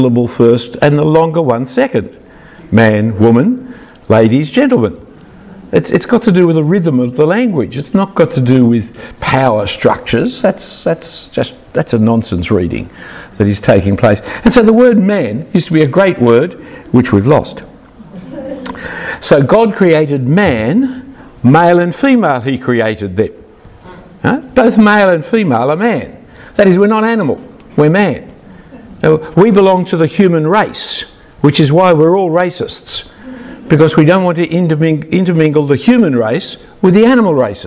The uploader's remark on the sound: Talk 2 of 2 from the Equip Women Leaders Conference in Sydney in 2019.